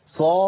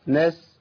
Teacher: الصاد مطبقه ومستعليه، ايه الكلام ده؟ يعني تفخيمها عالي قوي. والسين حرف منفتح مستفل يعني رقيق ضعيف